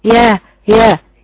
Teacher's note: كلمة مثلا ما اجي اقرأ كلمة يختص برحمته من يشاء، لولا اني بعرف ان الياء الموجودة عندي بها صفة معينة لقرأت الياء بصورة يعني الياء هيبقى فيها صفات فيها صفة فيها صفة قوة لان الياء فيها جهر. لما اجي اقرأ الياء دي لو جبت فيها هوا نفس كده اقول ياخ ياخ ياخ حطيت ايدي كده انفاهي وجبت الياء بهذه الطريقة يبقى انا ما جبت صفة الياء، يبقى وقعت في خطأ شديد حولت صفة الياء القوية الى حرف ضعيف.